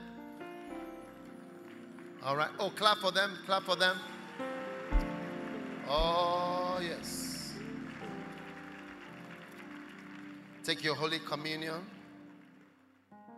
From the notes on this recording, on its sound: Preached at the First Love Experience Service, Accra